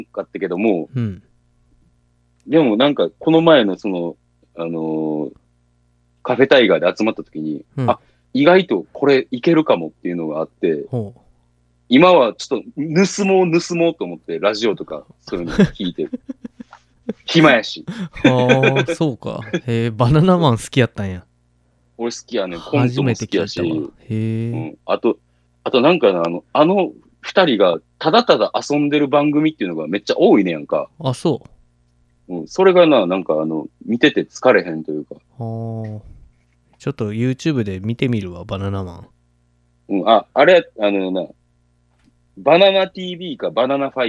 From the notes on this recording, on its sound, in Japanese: 今回もリモート録音。